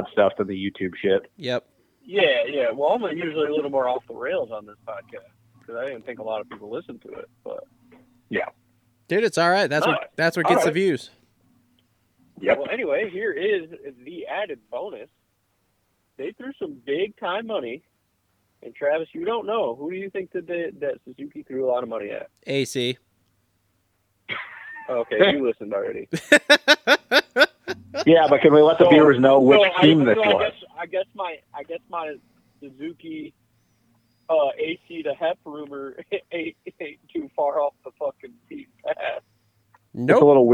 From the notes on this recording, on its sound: get on the phone